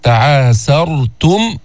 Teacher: لاحظتوا السين مستفلة، بعدين طلعت بالراء